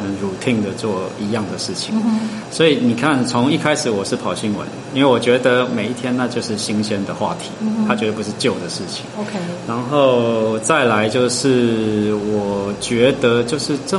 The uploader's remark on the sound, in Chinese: 因為收音環境有點白噪音 請多包涵